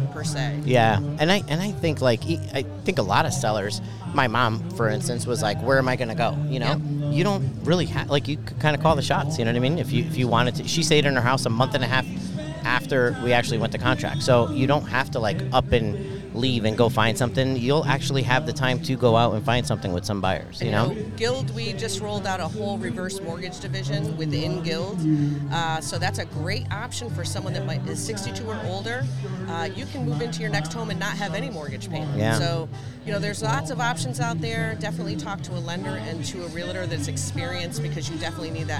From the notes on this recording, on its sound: Live from the Southington Italian Festival